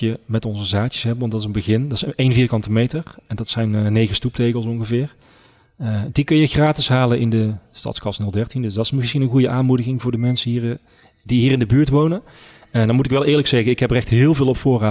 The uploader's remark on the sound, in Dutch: Opname: 3 november 2022, tijdens de nationale Klimaatweek in de Stadskas, in de LocHal in Tilburg.